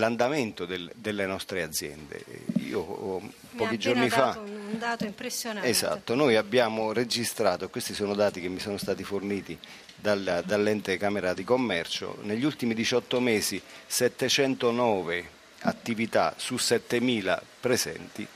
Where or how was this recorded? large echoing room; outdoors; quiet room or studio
outdoors